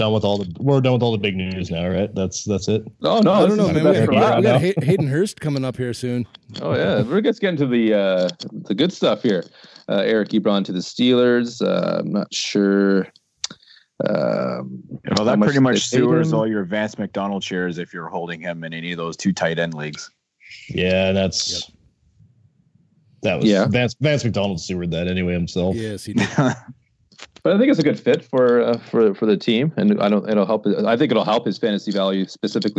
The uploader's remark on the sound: all get together...on Skype